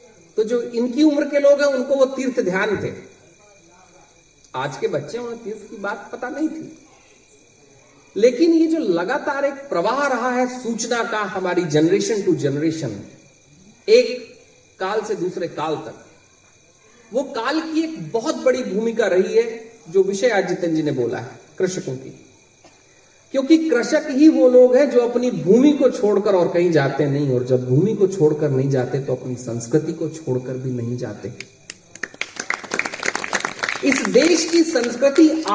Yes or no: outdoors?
yes